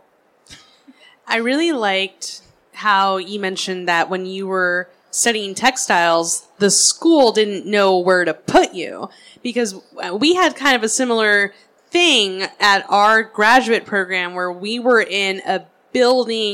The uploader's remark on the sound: Live at SOFA Chicago